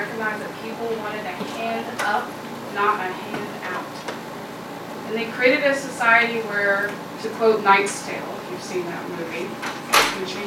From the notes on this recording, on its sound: Her remarks were recorded at CBLPI's annual Capitol Hill Intern Summit on June 3, 2016.